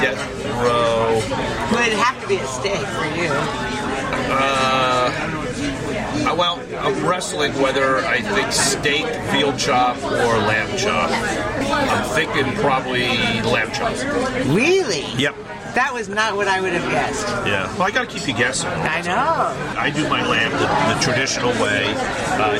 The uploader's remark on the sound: at the Capital Grille restaurant